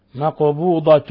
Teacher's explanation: ومقبوضة القاف سكنت فقلقلت